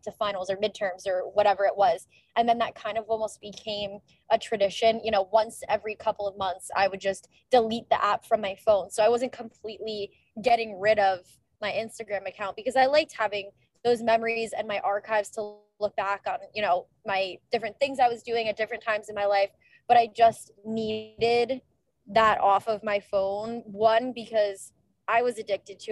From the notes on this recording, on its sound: Live from the car ride to dinner